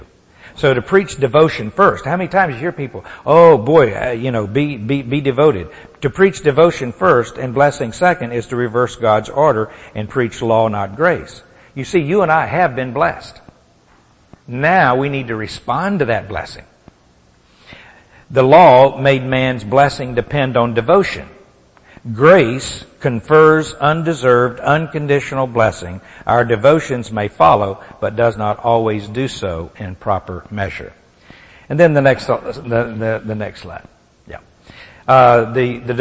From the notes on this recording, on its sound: Recorded at the Solomon School of Grace Fellowship Int'l in Pigeon Forge, TN